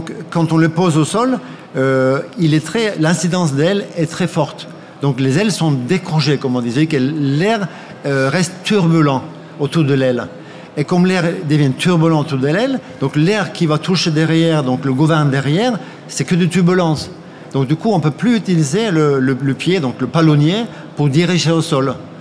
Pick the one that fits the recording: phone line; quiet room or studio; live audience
live audience